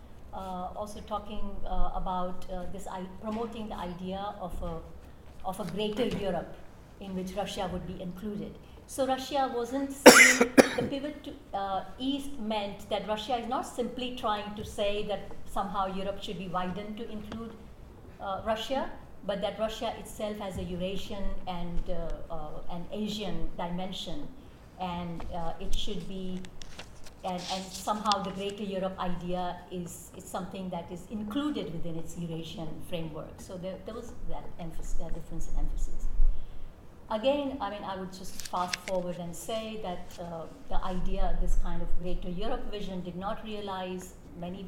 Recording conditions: busy venue